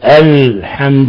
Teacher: اللام تمتد في مخرجها من الحافة إلى منتهاها، وليس تخرج من مخرج النون. فبعض الناس بدل أن يقول الحمد يقول أنحمد، يقلبها نونا. · Term: حرف اللام